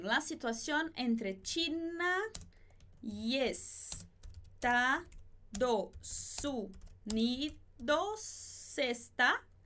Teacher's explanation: a gente junta esse China com o I. Estados Unidos, aqui a gente não fala normalmente E-E-U-U.